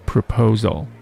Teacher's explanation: proposal，它的重音出现在第二个音节上